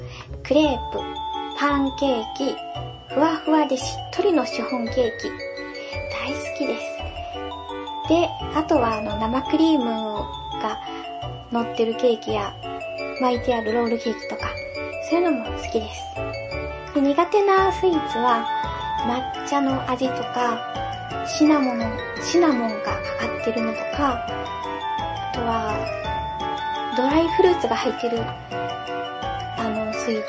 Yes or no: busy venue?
no